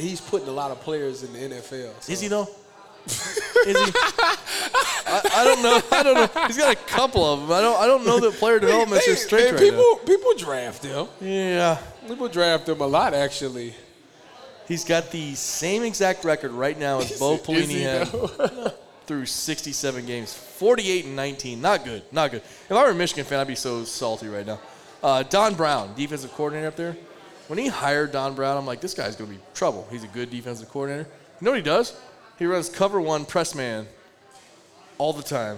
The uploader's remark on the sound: Live Friday night recording from Buffalo Wild Wings, the official sports bar of Eleven Warriors.